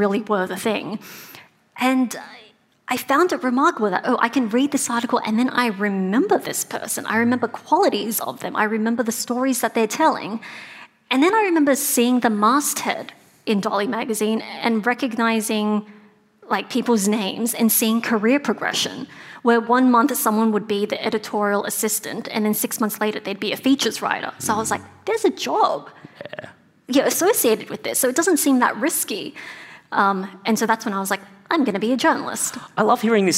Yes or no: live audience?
yes